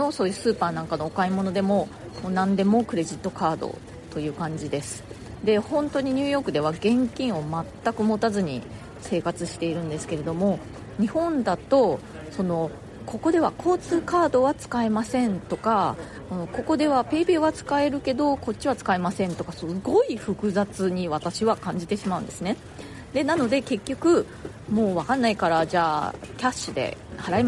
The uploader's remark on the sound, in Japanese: 下北沢駅前で録音してます